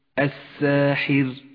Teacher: لأنها لام شمسية تكتب ولا تلفظ